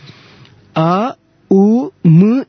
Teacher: So when we say Omkara, it is actually not a single syllable. It is actually the mixing or the fusion of three important syllables.